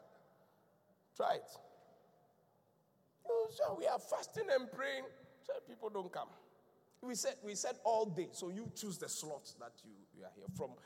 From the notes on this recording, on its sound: Preached at the Qodesh